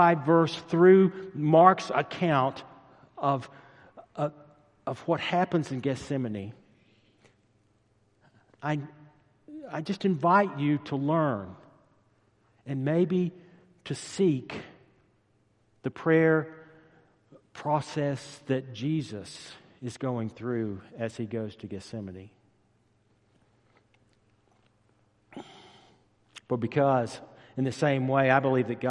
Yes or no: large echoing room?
yes